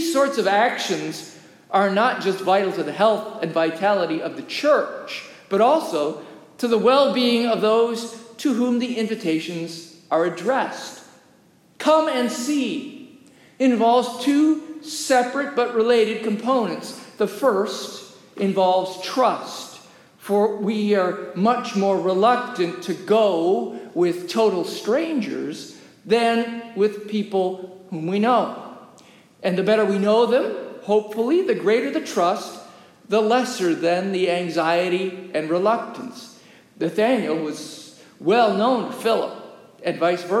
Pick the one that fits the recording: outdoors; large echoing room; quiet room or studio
large echoing room